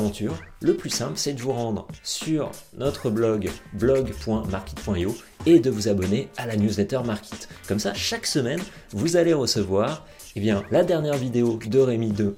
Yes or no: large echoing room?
no